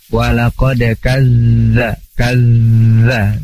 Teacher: Terus di sana ada kazzaba, ada zal bertasydid. Zal juga punya sifat mengalir suaranya. Jadi harus berbunyi ketika tasydid ya.